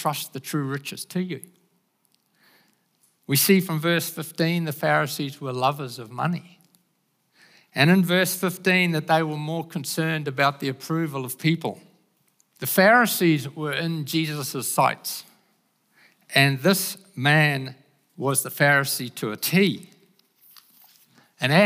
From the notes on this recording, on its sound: Recorded at the Hukanui Bible Church morning service on Sunday the 26th of March 2023 during the 10:00 am service.